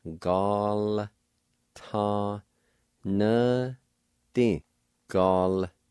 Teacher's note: in this word, the I with the L will be silent.